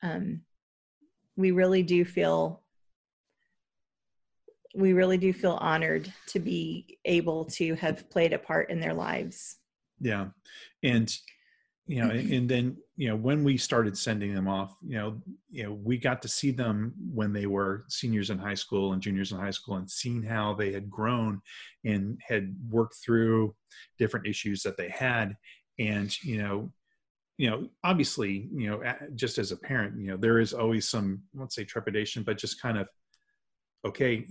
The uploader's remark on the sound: sat down on a Zoom call